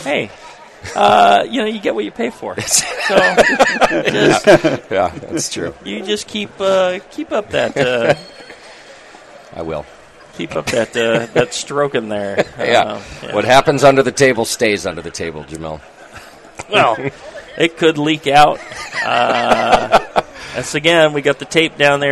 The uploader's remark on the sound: The National Homebrewers Conference is back, and that means another live episode of Brew Strong! In front of a live crowd of fellow homebrewers.